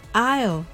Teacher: このるは舌先で上顎の前歯の付け根をなぞるようにして発音します